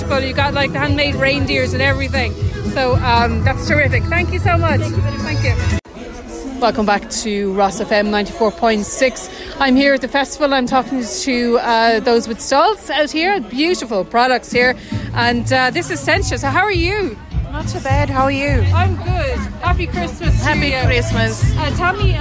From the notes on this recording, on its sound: was out and about at the Roscommon Christmas Fair chatting to some of the people who turned up for the festive event.